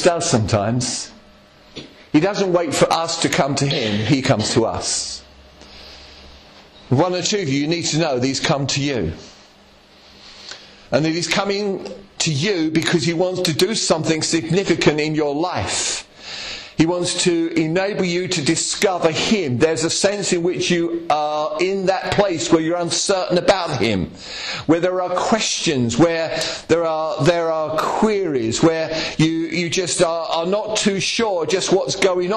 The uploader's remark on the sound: Estuary Elim Church Ashingdon Evening Service. At Estuary Elim Ashingdon.